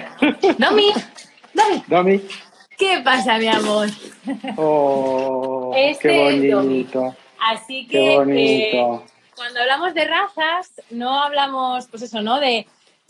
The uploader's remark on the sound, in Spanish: directo de Instagram